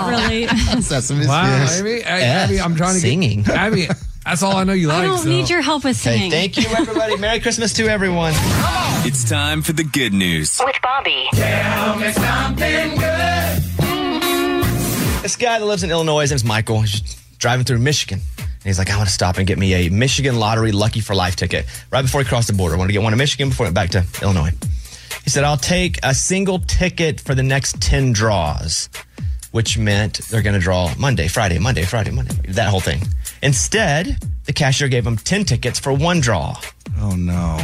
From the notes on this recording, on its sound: a former inmate called